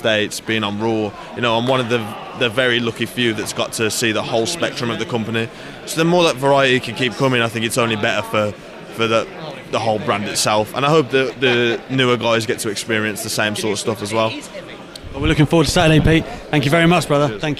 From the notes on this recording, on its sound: The Pro Wrestling Show comes live from the NXT UK PC.